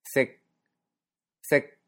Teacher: lleva el tercer tono, manteniéndose durante lo poco que dura en un nivel medio de voz